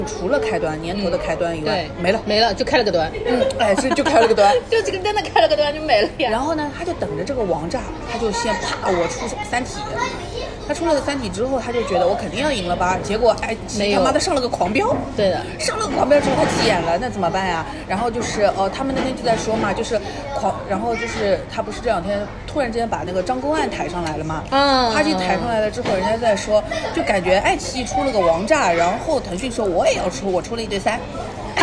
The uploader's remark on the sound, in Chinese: 本次录制花费：Green & Safe 人均100多吧。